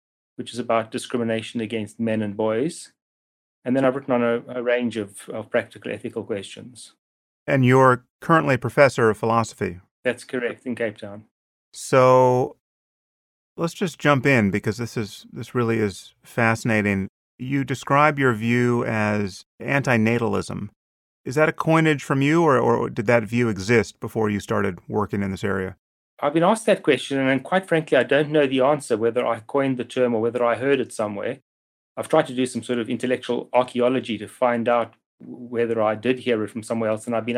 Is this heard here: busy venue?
no